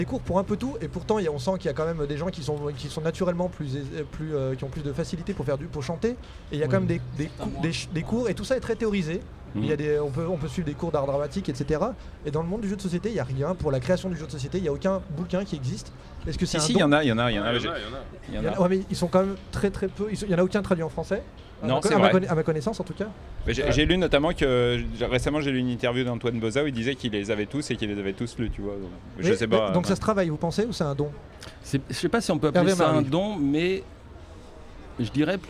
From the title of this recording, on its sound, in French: en direct de Paris est Ludique